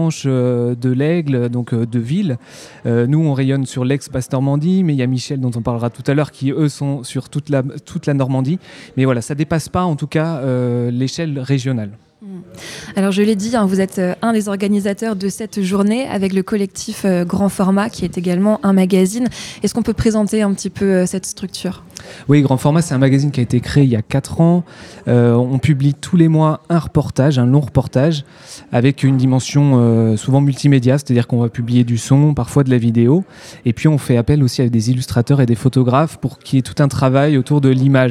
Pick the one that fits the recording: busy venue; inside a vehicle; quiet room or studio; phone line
busy venue